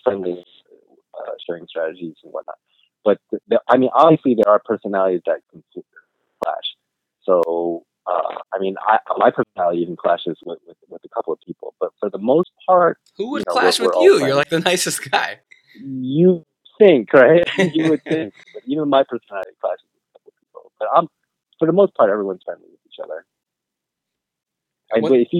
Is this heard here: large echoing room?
no